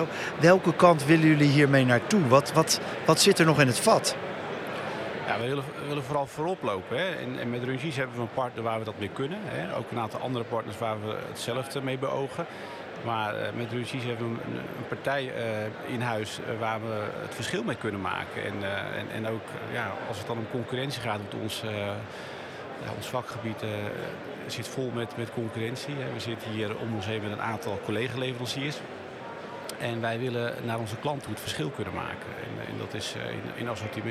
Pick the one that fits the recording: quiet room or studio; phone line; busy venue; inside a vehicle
busy venue